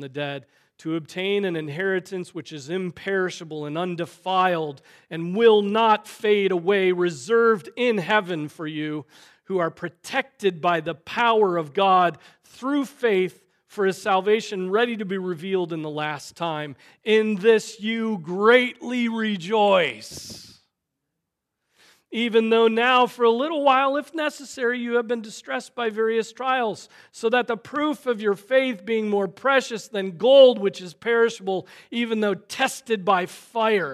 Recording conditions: large echoing room